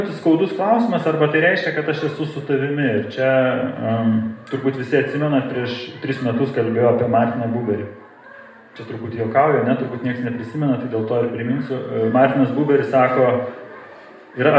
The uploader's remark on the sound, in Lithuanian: Įrašas iš Šeimų festivalio